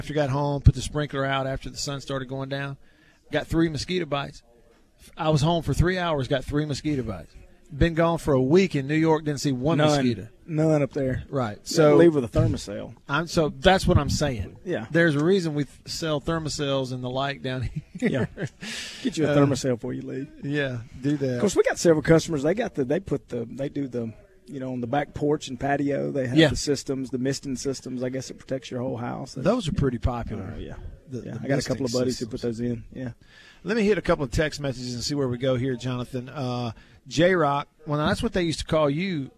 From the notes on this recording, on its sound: LIVE from DeViney Equipment in Madison